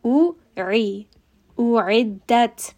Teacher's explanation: Now both of these turn into a hamza. So very quickly switch from the lower throat hamza to the middle throat ayn